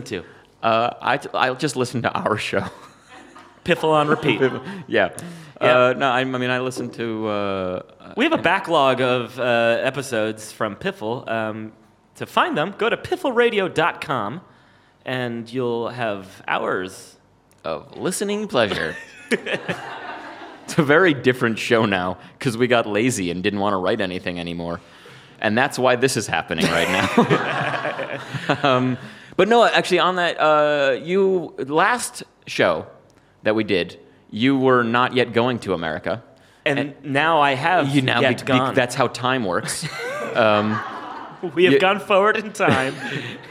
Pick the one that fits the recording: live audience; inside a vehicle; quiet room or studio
live audience